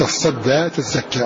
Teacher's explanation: تاء الثانية من تزكى وتصدى، كما قلنا أصلها تتزكى وأصلها تتصدى، فأدغم التاء في الزاي والصاد طلبا للتخفيف